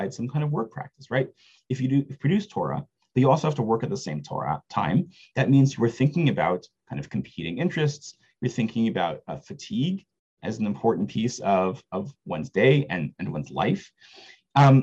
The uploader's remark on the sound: This audio was originally captured from Zoom.